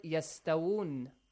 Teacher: you stretch the sound, okay, you pronounce an extra wow, while it's not written there, it doesn't appear, okay, the wow that you pronounce, it does not appear there, is in the word yastawun.